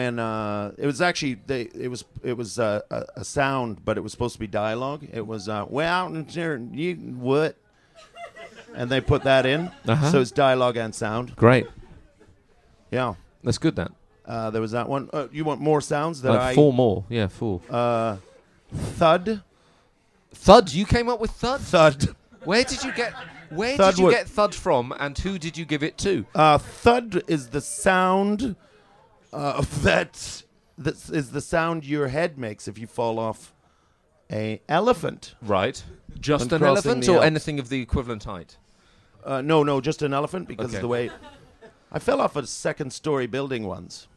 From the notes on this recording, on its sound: In the third episode to be recorded at the Edinburgh Festival Fringe, we again take questions from the audience.